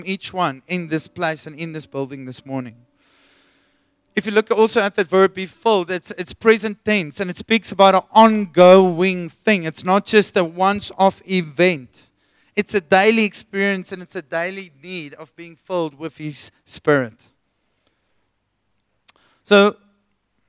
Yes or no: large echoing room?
yes